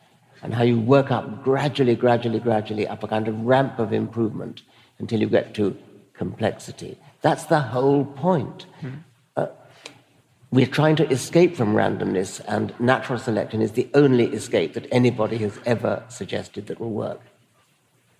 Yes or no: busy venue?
yes